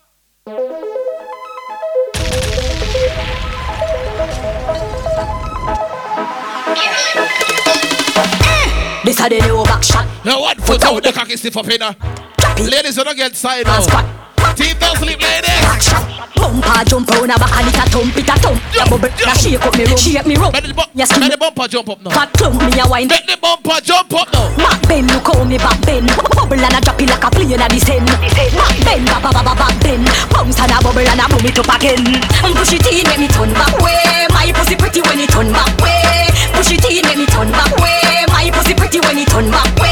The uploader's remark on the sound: LIVE AT (MODELS&BOTTLES)